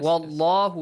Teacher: But the next one is Wallahu, it's a heavy lam, right? Yeah. Heavily pronounced.